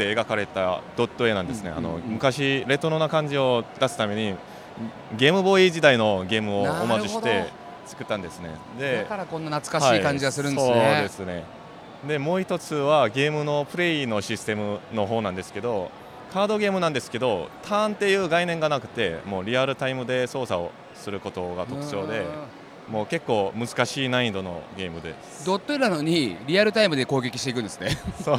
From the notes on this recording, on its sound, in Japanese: 東京ゲームショウ2023 の現場からお届けします！